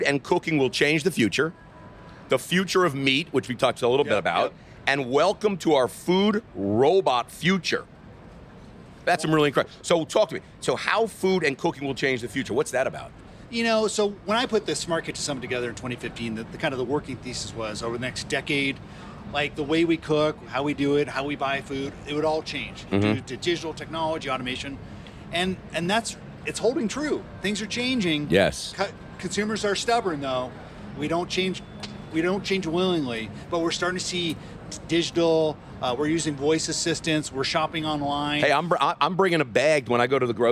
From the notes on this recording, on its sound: LIVE FROM CES IN LAS VEGAS. The buzz on the floor at CES.